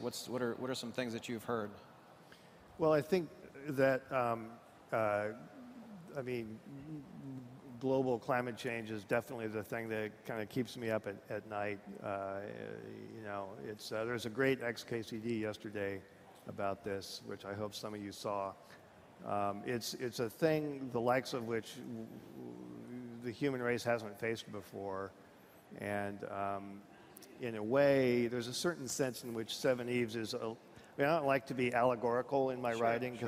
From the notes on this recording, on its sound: On stage at Disrupt in San Francisco.